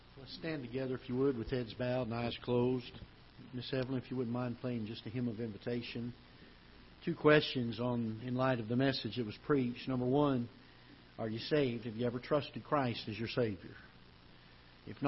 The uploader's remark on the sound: Ketha Heights Baptist Church ~ Live Broadcast